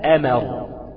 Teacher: ألف مرققة أو همزة مرققة وميم مرققة